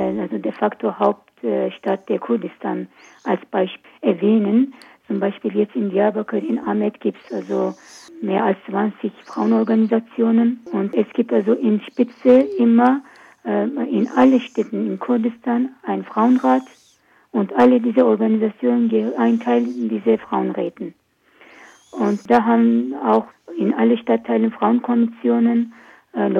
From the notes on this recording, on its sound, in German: In dem Telefoninterview. Tonqualität leider nicht so gut.